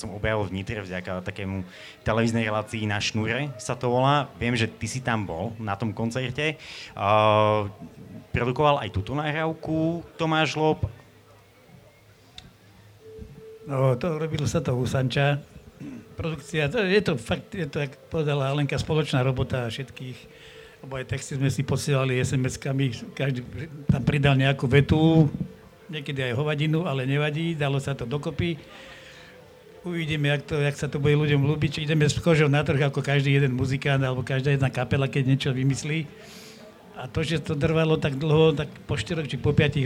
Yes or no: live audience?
yes